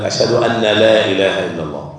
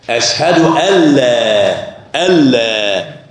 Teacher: ما فيش صفة النون مش موجودة خالص · Shown in: second take · Term: إدغام كامل